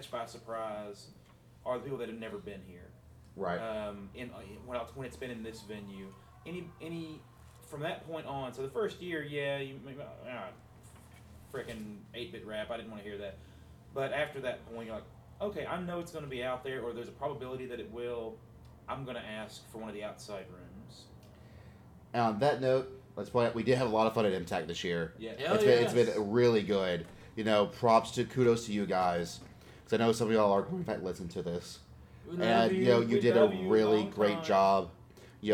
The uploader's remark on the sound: Middle Tennessee Anime Convention con report in audio form goodness. You can even tell it was even recorded at the con.